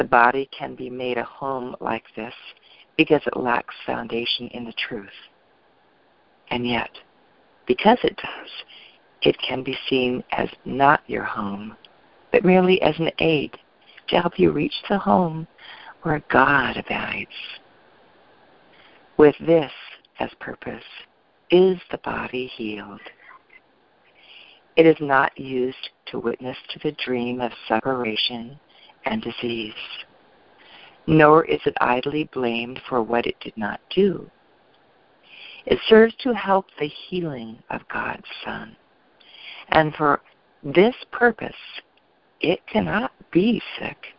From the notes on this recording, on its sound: ACIM Daily TEXT Conference Call